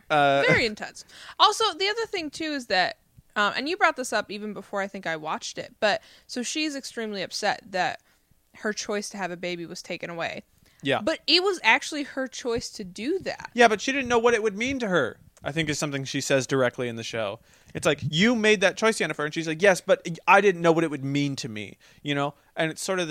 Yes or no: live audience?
no